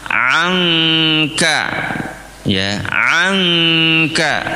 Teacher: Cara bacanya mendengung karena ikhfa itu artinya samar. Samar itu nunnya enggak dibaca jelas. Ya. Kalau dibaca jelas, kalau dibaca jelas kan anka, anka.